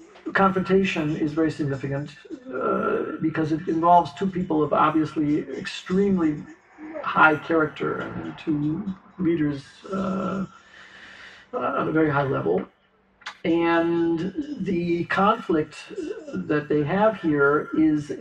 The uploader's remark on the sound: Please excuse the slight problem with the echo this week.